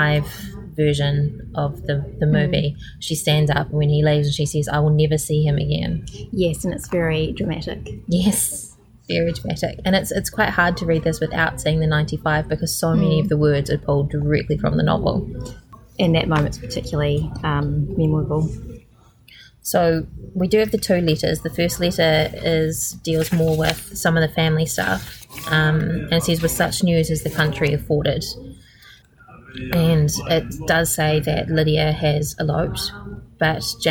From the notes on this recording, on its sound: Coming to you from the National Library of New Zealand. Lots of background noise!